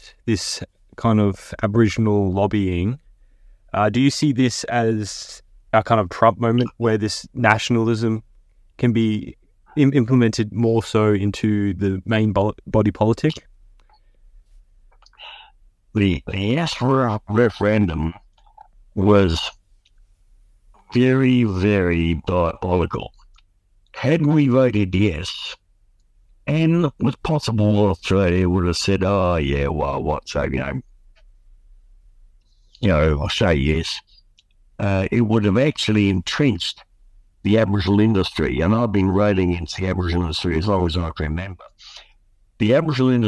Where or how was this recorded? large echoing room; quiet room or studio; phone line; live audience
phone line